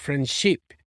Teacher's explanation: And she stressed the end of the word friendship.